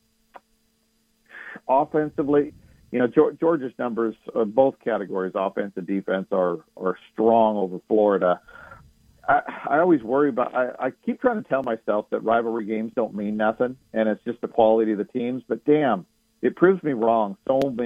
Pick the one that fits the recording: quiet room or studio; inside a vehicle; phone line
phone line